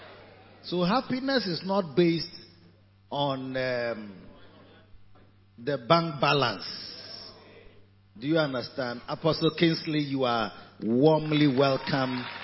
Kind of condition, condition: setting, large echoing room